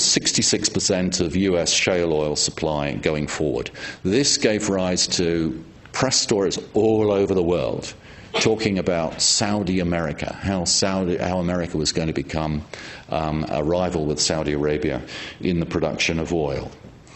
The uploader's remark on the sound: At this lecture